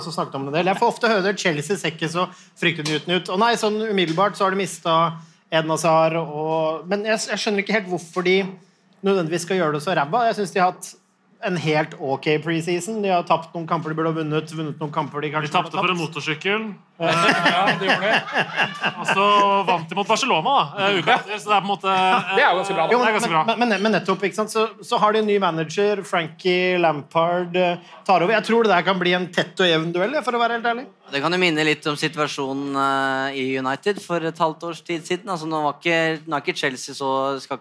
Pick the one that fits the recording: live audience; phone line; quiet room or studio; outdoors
live audience